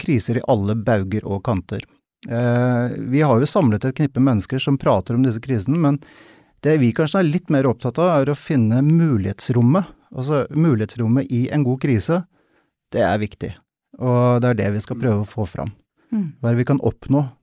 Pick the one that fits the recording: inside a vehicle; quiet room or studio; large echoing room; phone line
quiet room or studio